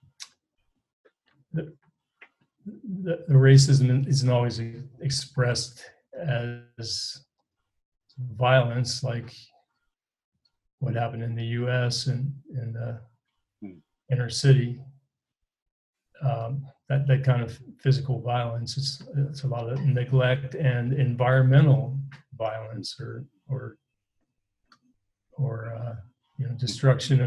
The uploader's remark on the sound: This talk was recorded over Zoom. Includes the Q&A afterwards.